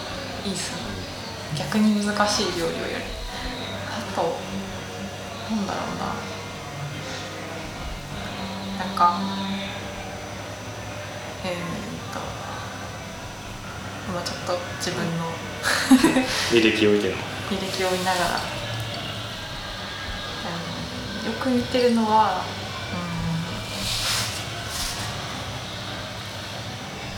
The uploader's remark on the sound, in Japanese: 今回もカラオケボックスでの録音のため音質的に聞き苦しい点が多々ございます